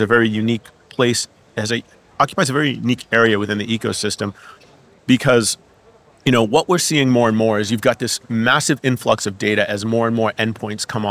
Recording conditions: busy venue